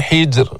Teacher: ليست مفخمة لأنها سكنت وقفا وقبلها ساكن ولكن قبله مكسور · Term: ترقق الراء